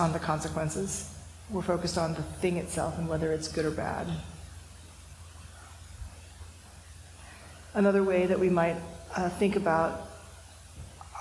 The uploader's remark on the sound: This talk was recorded during the January one-day sitting, held at Unity Church, a neighbor of San Francisco Zen Center’s City Center congregation.